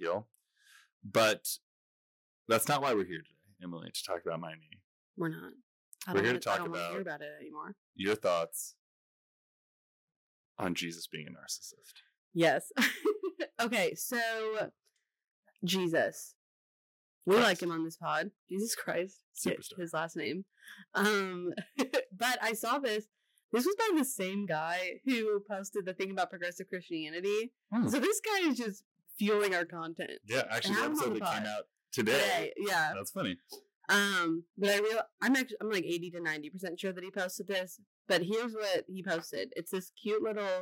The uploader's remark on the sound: Sorry about the sound quality - we have a few issues, but this is a one-week issue. Also, the longer you listen, the better it sounds!